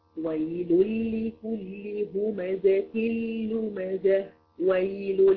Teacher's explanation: اللام تنوين اللام الاولانيه دخلت في اللام الثانيه دون غنه